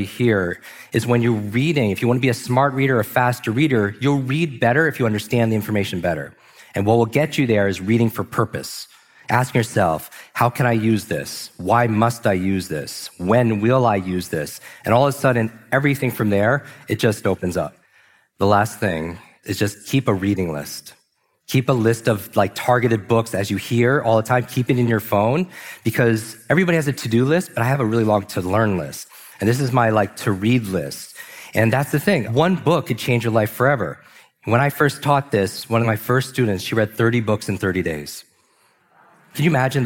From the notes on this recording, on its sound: live from Mindvalley's Los Angeles stage